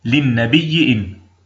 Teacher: نبدل الهمزة الأولى ياء مع إدغام الياء التي قبلها فيها، ويكون النطق بياء مشددة مكسورة